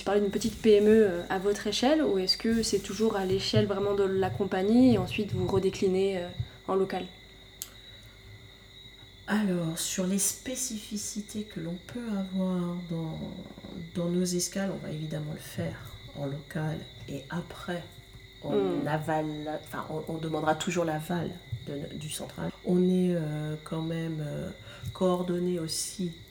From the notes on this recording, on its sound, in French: Chef d’escale aux Antilles, et exceptionnellement accompagnée en bruit de fond par les grenouilles nocturnes de la Guadeloupe.